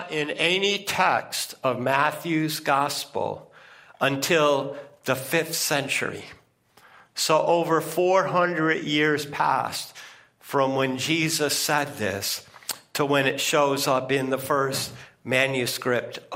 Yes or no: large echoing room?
yes